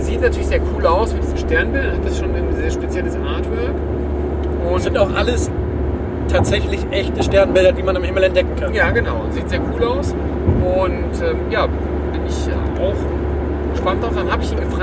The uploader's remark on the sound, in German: Die Soundqualität ist dabei vielleicht nicht perfekt, denn aufgenommen wurde ganz spontan auf der Rückfahrt im Auto.